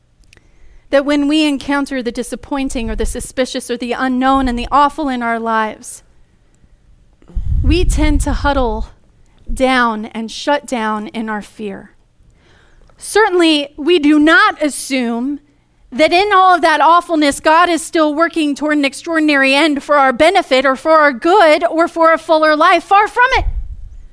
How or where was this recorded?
large echoing room